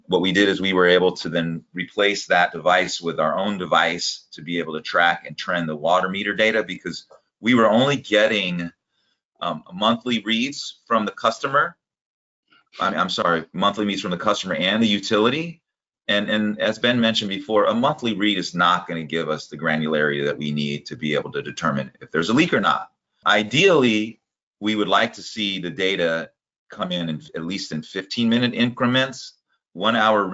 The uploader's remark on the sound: This episode is the audio replay from a webinar hosted by HydroPoint Data Systems.